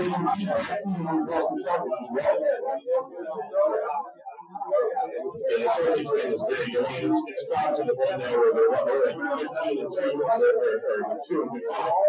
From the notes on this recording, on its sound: POOR AUDIO QUALITY. This is an audio-only replay of our March 3, 2019, show LIVE at the Irish Rover Station House in Langhorne.